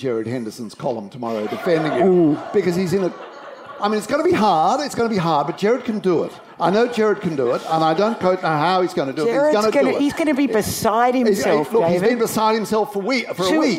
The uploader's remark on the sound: Recorded live at Montalto Vineyard and Olive Grove.